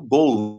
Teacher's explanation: Nós já não pronunciamos mais o L no final de sílaba e de palavras